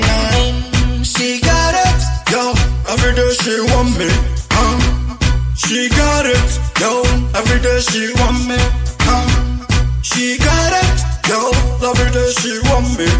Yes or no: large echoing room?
no